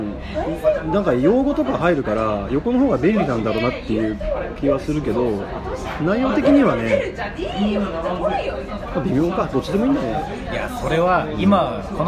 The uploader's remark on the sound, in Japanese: 東京出張の時にご飯を食べながら収録した雑談です。雑音でお聞き苦しいかと思いますが。